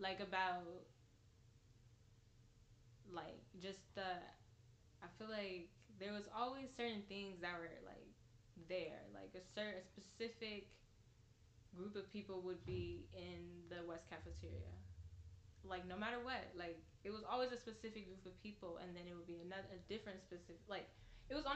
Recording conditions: uneven or low level